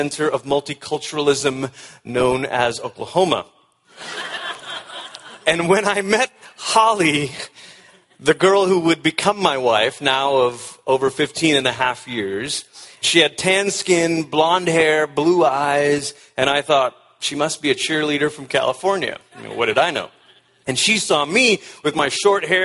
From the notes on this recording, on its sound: At the ERLC National Conference